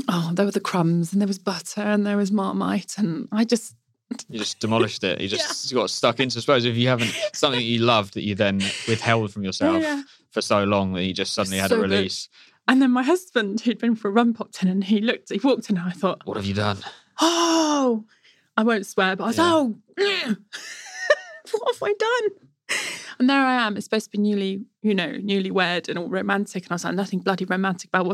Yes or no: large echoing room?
no